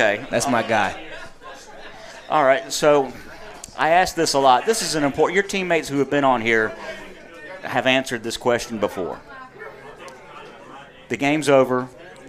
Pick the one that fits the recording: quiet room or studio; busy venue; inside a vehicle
busy venue